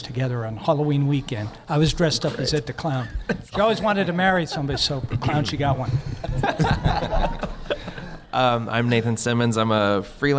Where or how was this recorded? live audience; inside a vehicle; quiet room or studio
live audience